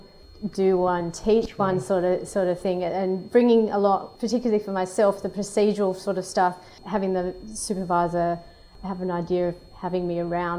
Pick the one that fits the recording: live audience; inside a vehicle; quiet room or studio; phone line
live audience